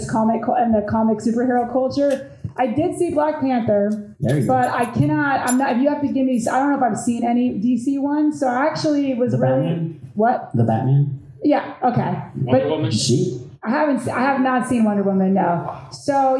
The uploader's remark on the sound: MCU/DCEU Discussion at the Sunrise Comic Con 2022.